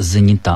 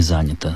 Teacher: В кратком прилагательном, в женском роде ударение падает на окончание. · Shown in: first take